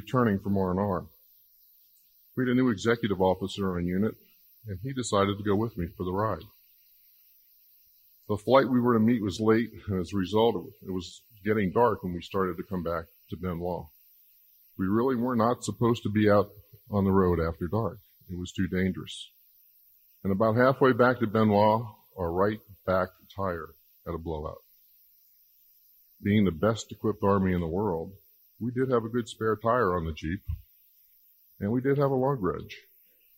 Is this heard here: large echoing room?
yes